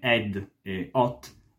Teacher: pronunciare parole come head oppure hot, senza l'H, cioè come ed e hot, è molto comune